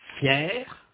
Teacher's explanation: Notez que le R de fier au masculin est prononcé.